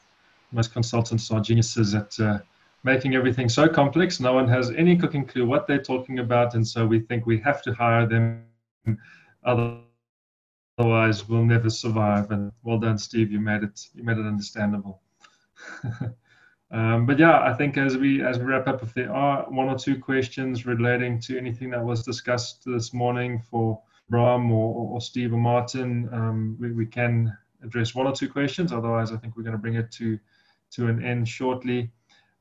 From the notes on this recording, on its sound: Breakthru Business Forum ZOOM Meeting